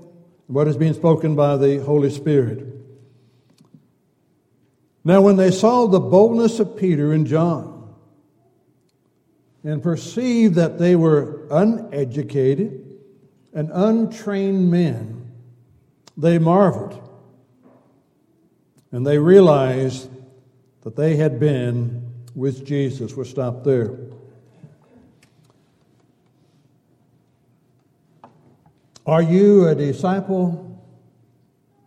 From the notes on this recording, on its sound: Downtown Church Of Christ Audio Sermon